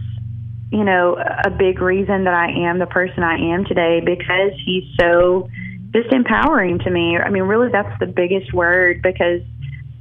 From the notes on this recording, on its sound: Joins the MY-101.5 morning show by phone.